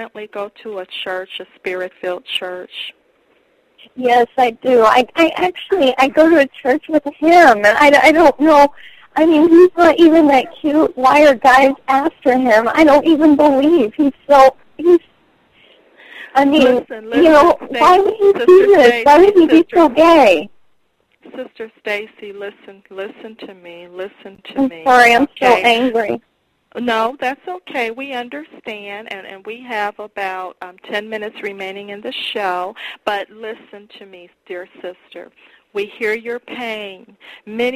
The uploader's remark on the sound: Personal Prank Phone Calls Collection